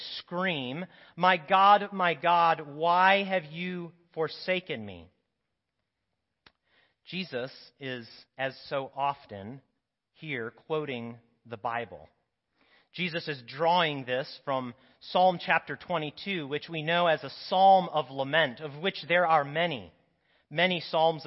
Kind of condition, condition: setting, large echoing room